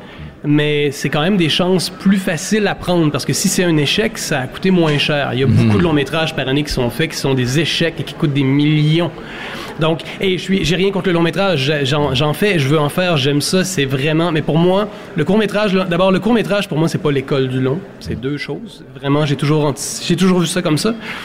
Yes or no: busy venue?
yes